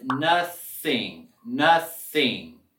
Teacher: Aquí no vamos a sentir esta vibración como el otro TH sonoro. Con la TH mudo, vamos a solamente morder la lengua, así, suavecito, no para que le duele tanto.